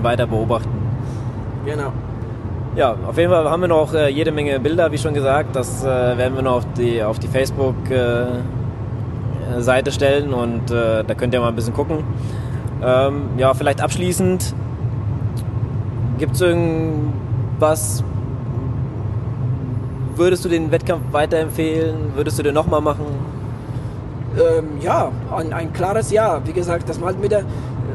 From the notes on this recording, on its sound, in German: Diese Folge haben wir nach dem Kinzigman Triathlon im Auto auf dem nachhause Weg aufgenommen.